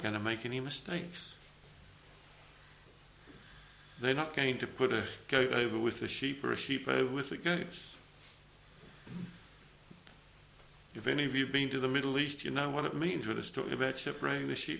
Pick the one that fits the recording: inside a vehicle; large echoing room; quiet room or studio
large echoing room